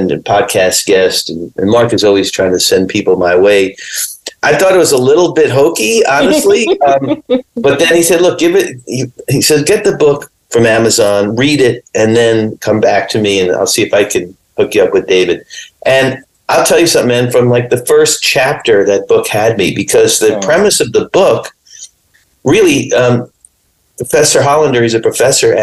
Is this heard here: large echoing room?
no